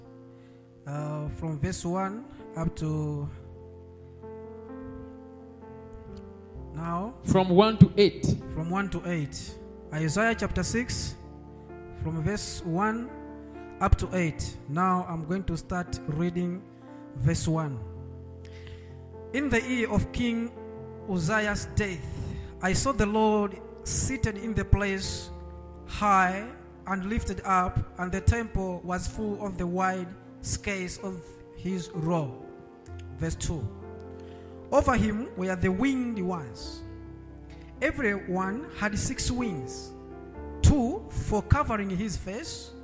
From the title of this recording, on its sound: Sunday Live Service